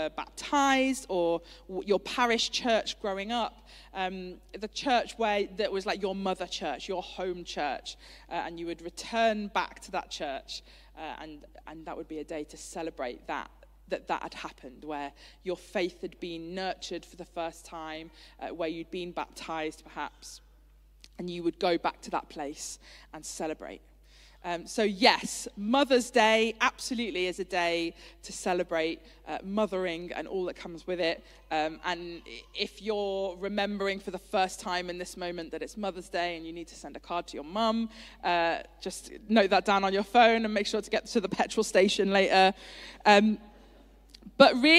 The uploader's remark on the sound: Streamed live at St Paul's Shadwell on Sunday, 12 February 2023.